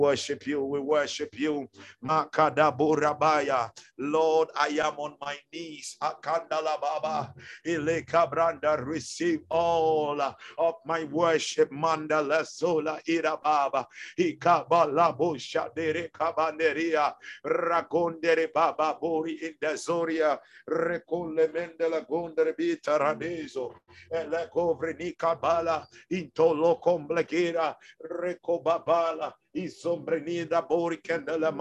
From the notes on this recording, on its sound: Zoom meeting